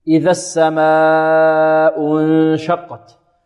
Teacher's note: ما السبب الذي جعلنا نمدها أربع حركات؟ وجود الهمزة بعدها في كلمة واحدة، هذا يسمى مد متصل